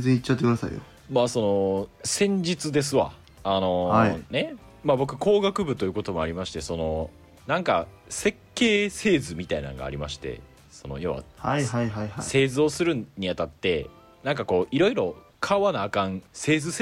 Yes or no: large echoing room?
no